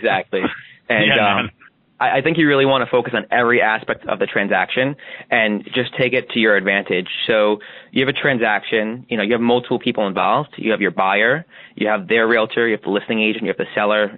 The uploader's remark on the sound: The introduction is recorded using a Yeti USB microphone. The interview itself is conducted over the phone or via Skype using call recording software.